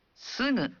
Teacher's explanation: ucapkan G dalam suara sengau